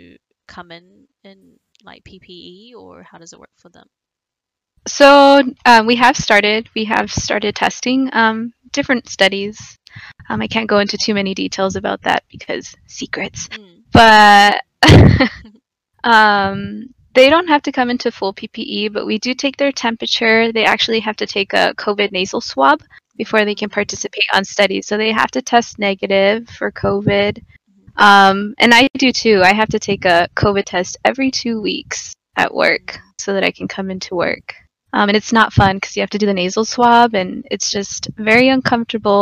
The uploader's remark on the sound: Sorry about the audio.. The perfectionist in me is not pleased but it is what it is...